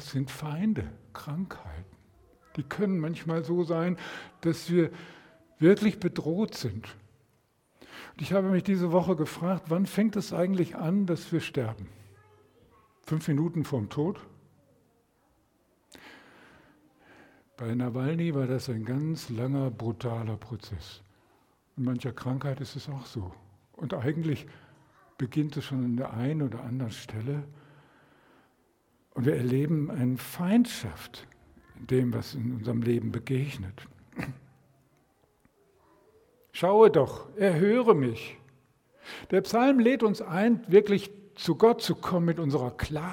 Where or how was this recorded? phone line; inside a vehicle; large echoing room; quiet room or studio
large echoing room